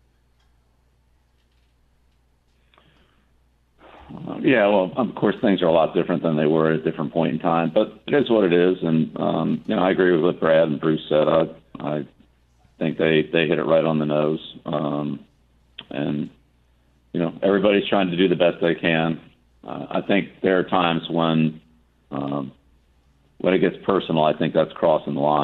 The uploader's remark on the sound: Via phone for the Coaches’ Round Table at Fenway Park.